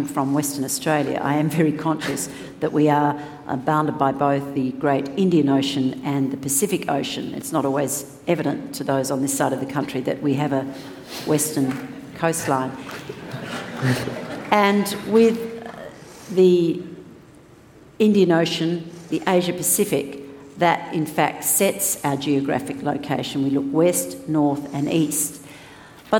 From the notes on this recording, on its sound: Recorded at the Grand Hyatt Melbourne on 11th April, 2018.